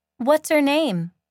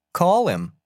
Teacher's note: Notice how the beginning H in each pronoun is silent. Also notice how the vowel in the pronoun links over the silent H to the word that comes before it. · Term: Silent letter H